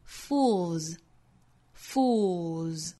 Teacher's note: F-O-O-L 后面加的 S 读浊辅音